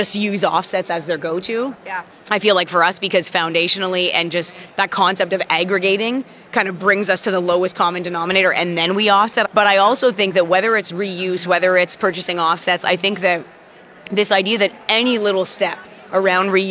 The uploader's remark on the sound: LIVE from Greenbuild 2022